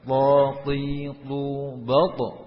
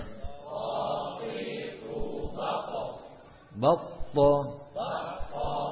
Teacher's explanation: Nafas tertahan jahar, suara tertahan syiddah, lidahnya naik terangkat isti'ala, kemudian lidahnya merapat itbat merekat, yang terakhir berat ismat.